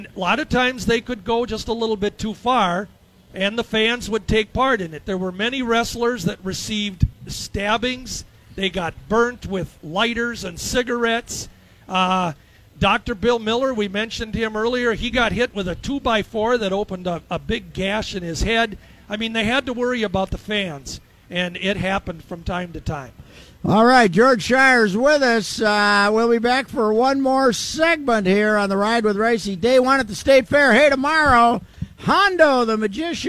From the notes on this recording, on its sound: Day One at the Fair. Live from the State Fair.